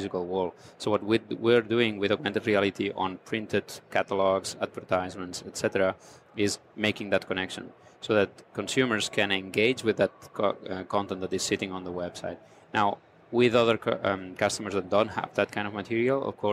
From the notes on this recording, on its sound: On location at NRF Big Show 2018 in New York.